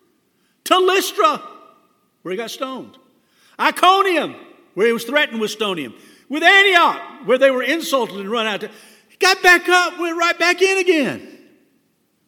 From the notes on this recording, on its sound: This sermon was delivered on May 22, 2022 at First Baptist Church Hendersonville, NC.